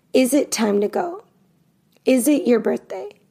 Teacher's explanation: I don't say it, I say it it's a T stop. I don't fully pronounce the T